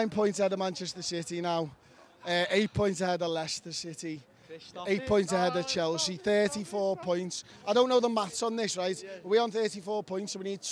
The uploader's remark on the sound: Join us outside Anfield